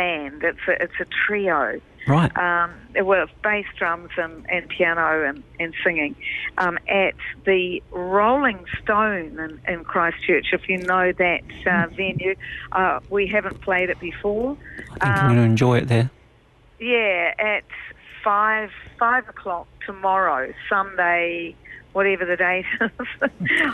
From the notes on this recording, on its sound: LIVE on the phone